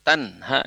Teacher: Nah, tanhar ini itu berkaitan nanti dengan selain apa hukum tajwid yang izhar ya, karena tanhar itu nun sukun bertemu huruf ta ya. Nun sukun bertemu huruf ta, tanha itu. Jadi itu tidak didengungkan.